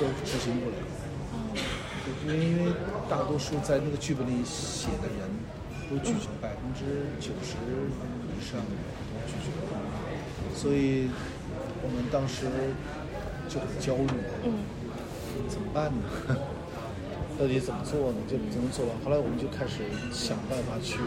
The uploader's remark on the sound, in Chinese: 本期节目录制于2023年第76届戛纳电影节现场